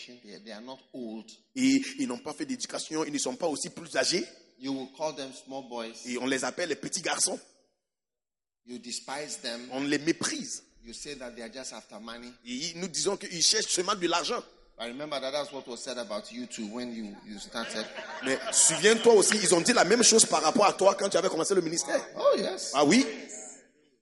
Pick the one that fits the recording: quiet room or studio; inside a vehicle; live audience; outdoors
live audience